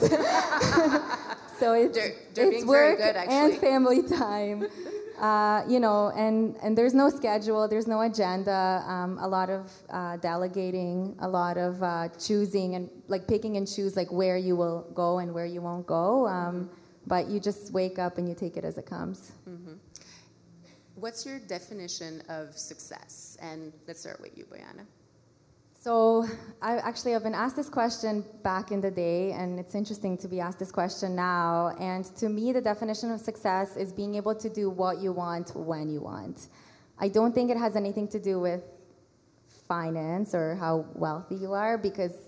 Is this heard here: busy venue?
yes